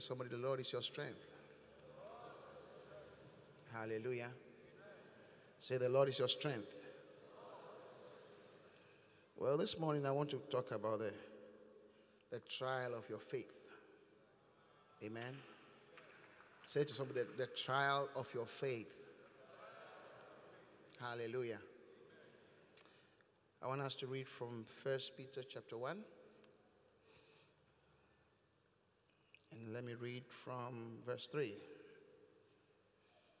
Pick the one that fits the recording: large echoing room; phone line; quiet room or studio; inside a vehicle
large echoing room